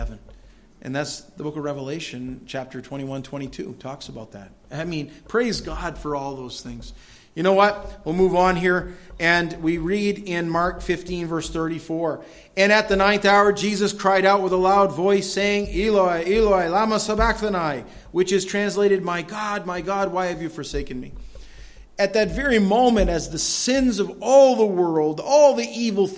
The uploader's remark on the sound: This audio sermon entitled, The Death of Jesus, was delivered at Madawaska Gospel Church on the morning of July 24, 2016.